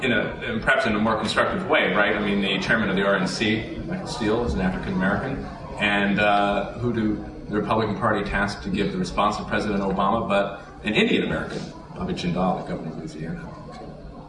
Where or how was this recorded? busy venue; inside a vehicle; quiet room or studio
busy venue